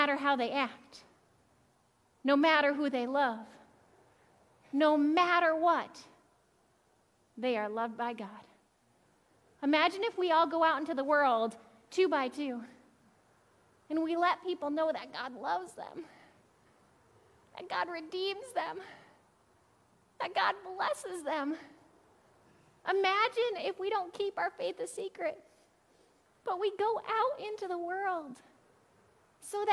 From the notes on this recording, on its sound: Audio from July 3rd worship. Zion United Church of Christ.